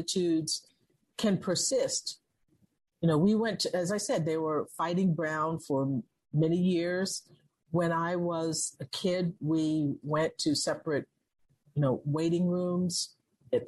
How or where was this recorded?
video call